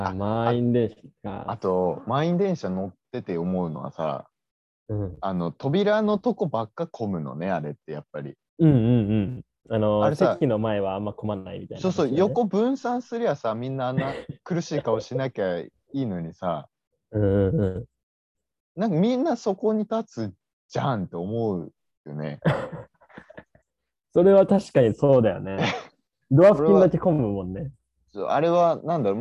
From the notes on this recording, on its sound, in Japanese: お互い新天地にてお送りしております。太平洋を挟んでおりますので多少のラグ、音声の不備ご了承くださいませ。